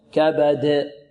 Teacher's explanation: في كبد، قلقلة في الدال، كبد، هكذا قلقلة واضحة قوية لا تميل لا إلى فتح ولا إلى كسر ولا إلى ضم